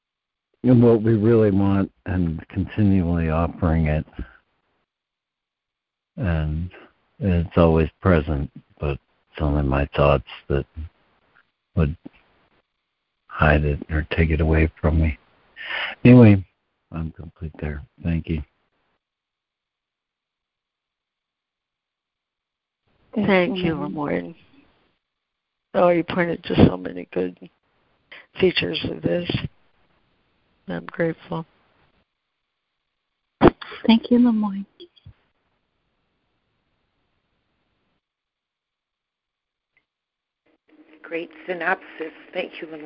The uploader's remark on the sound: ACIM Daily Conference Call